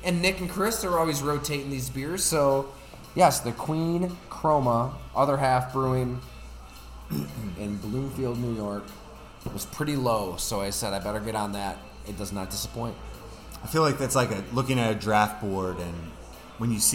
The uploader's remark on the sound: Live from Fattey Beer in Hamburg, NY